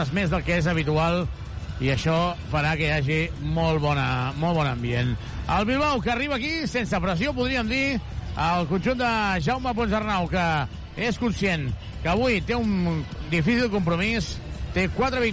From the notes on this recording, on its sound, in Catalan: Transmissió en directe del partit Joventut vs Surne Bilbao.